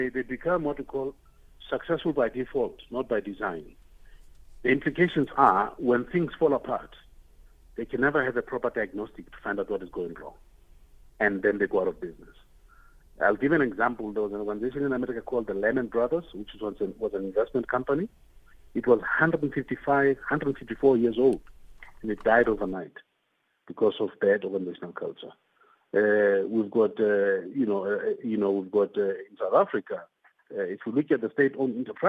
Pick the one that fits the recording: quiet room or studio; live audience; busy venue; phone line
phone line